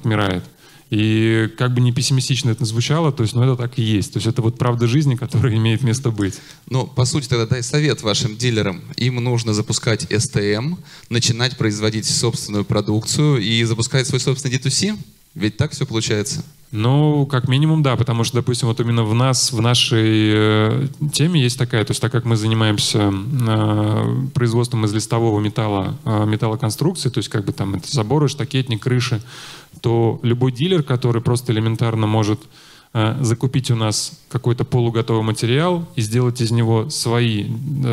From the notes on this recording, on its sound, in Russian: Перед вами запись с конференции D2C Day.